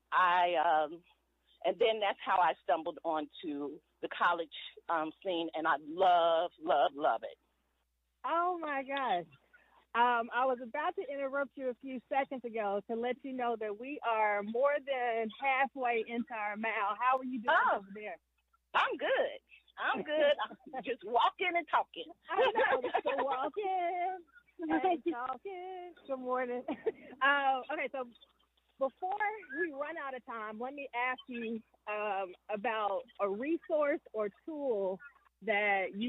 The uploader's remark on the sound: Walk & Talk